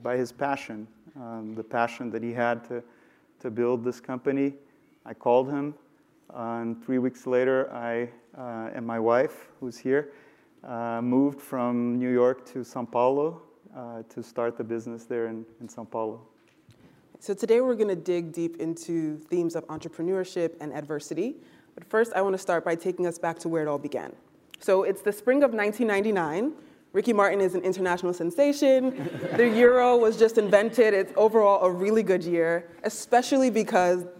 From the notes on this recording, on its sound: During student-led interviews and before a live audience.